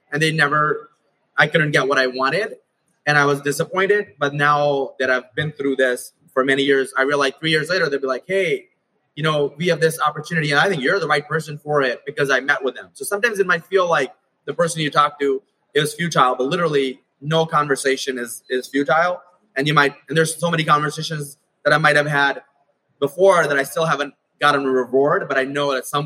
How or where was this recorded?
busy venue